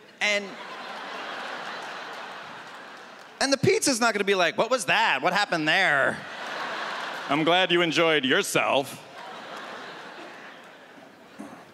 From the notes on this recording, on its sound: stand up from the Just For Laughs Festival in 2014